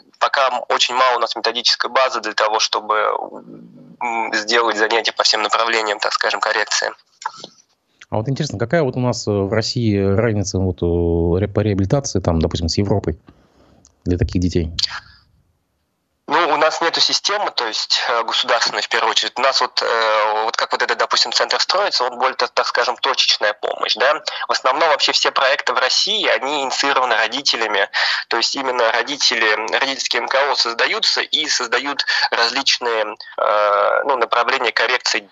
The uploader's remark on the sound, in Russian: По телефону